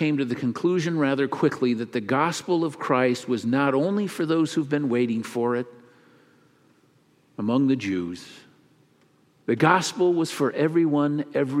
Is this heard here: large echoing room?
yes